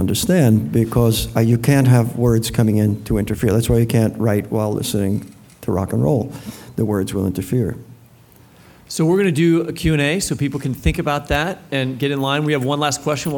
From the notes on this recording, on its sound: Taped live at the Miami Book Fair.